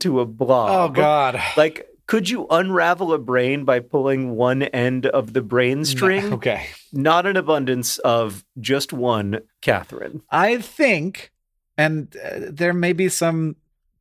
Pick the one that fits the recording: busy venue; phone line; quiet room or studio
quiet room or studio